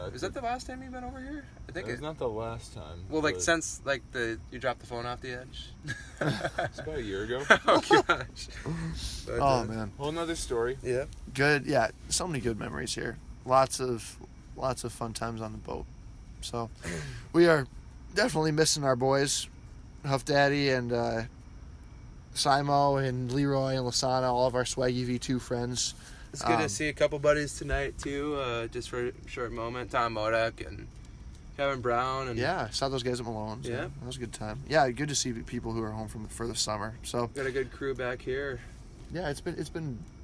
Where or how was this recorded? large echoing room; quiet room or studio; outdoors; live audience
outdoors